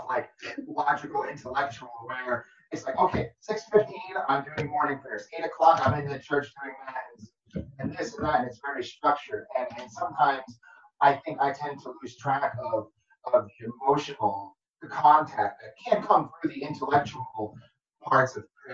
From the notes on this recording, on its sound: This special episode of the Springs in the Desert Podcast was recorded as part of our Advent virtual mini-retreat. Several members of our team got together to talk about their experiences.